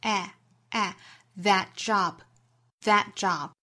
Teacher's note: That,元音不做弱读，仍然读成 eh, eh, that job, that job.因为这里呢它是指示性的代词 that job, that job,尾部的 t 的音直接略掉。好